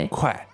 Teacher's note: So that's third tone, fourth tone.